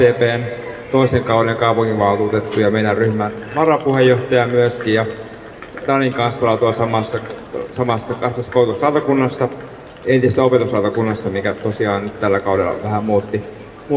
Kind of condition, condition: setting, outdoors